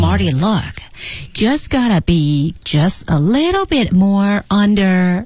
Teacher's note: 整个语调呢，基本都是降调啊